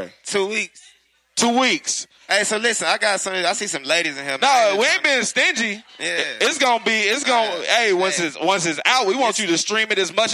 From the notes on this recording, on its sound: K-100 Radio was broadcasting live at Makin'It Magazines Media Matters ATL networking event at iLounge.